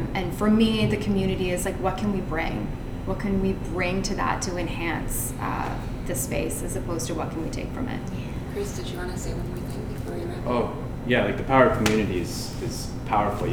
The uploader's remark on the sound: Breakfast Club Live Recording!